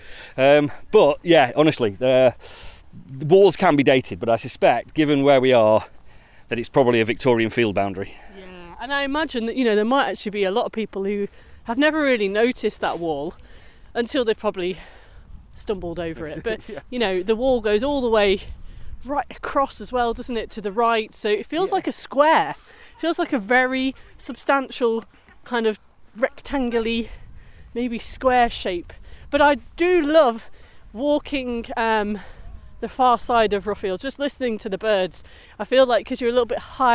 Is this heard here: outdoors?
yes